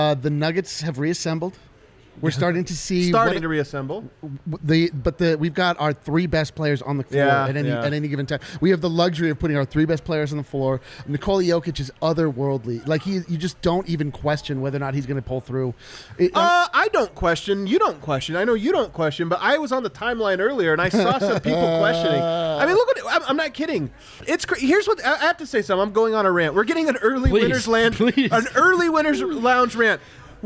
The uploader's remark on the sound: Live from the DNVR Bar